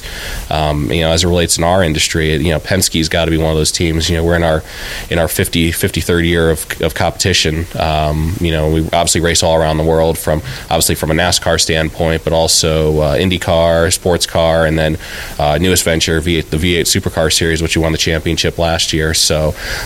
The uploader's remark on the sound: On location at Richmond Raceway. Interviews From Richmond Raceway.